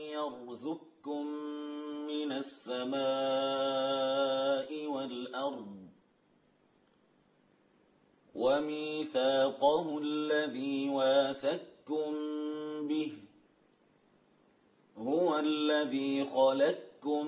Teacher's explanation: أدغم القاف في الكاف إدغاما كاملا، وهذا عند جمهور القراء أن القاف في الكاف تقرأ هنا بإدغام كامل، يعني تسقط القاف في الكاف ذاتا وصفة لا يبقى للقاف أثر.